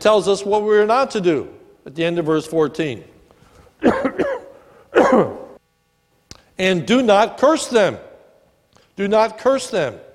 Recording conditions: large echoing room